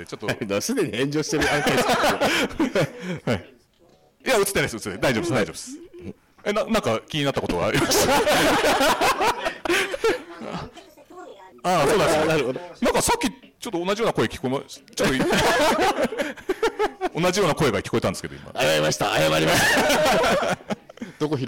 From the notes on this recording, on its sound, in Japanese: カテプロ公開収録 第2部。カテプロ公開収録が無事開催されました！